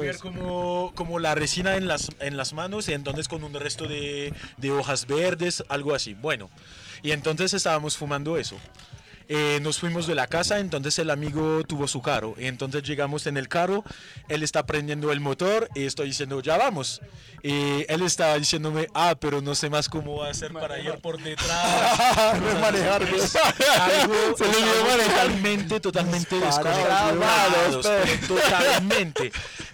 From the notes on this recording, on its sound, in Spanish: Durante una conversación que tuvimos en el Halloweed festival en Santa Helena, Antioquia, con varios amigos.